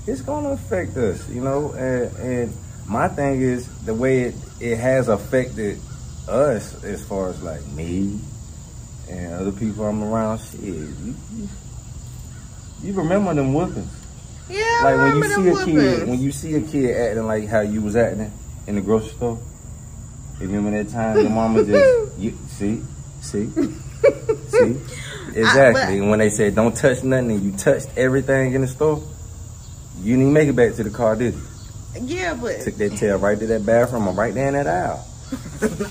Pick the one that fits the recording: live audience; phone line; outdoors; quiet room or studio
outdoors